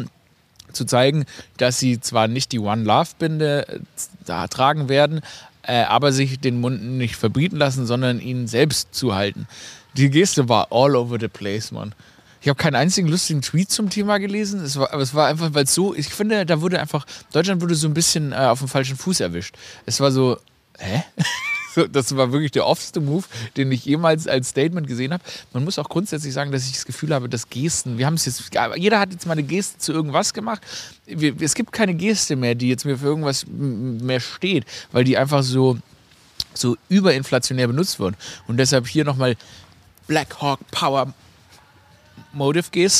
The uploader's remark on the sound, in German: Live aus dem Garten. Für die winterliche Atmosphäre wurde dieses Episode bei 2 Grad Celcius Außentemperatur im Garten aufgenommen.